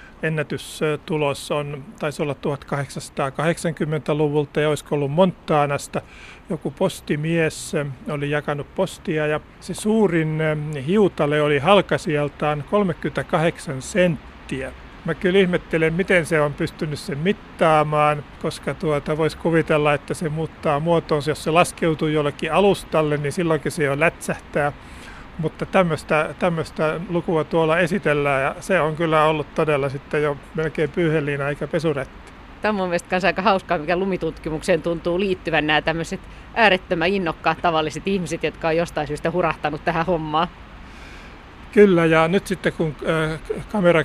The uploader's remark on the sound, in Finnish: vesisateisella lumiretkellä